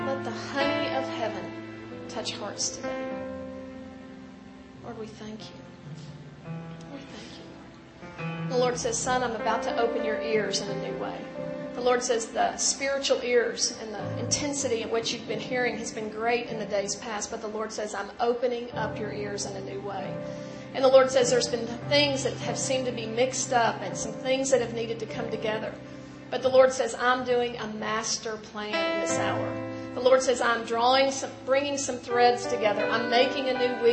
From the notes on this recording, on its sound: In this last session of The FOCUS Conference